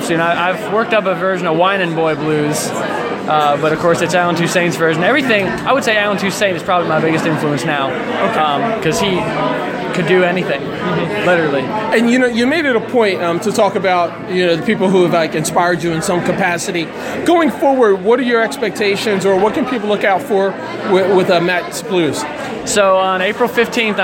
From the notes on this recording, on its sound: On location for the 2017 Lancaster Roots & Blues Festival. At the Excelsior in Lancaster PA.